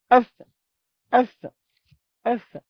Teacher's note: يخرج الفاء من بطن الشفة السفلى مع أطراف الثنايا العليا